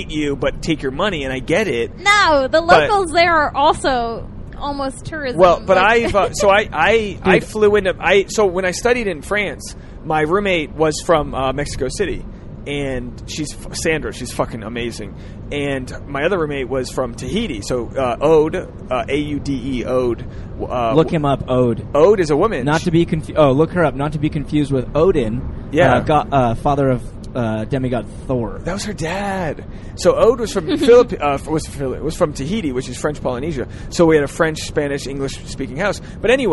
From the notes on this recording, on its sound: On this carcast episode. As they drive to a standup show.